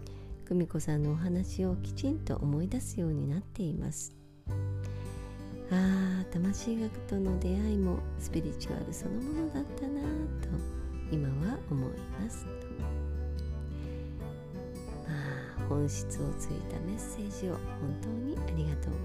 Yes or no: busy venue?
no